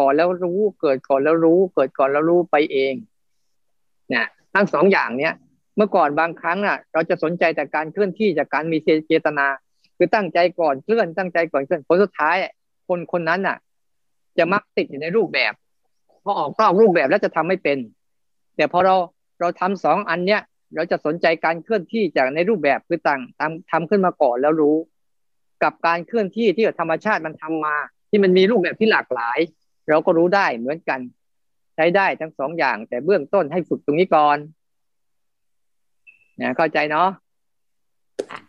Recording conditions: video call